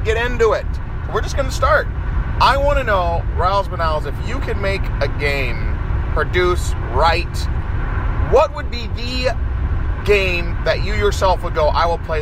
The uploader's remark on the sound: Talking video games in a car driving to a wrestling show.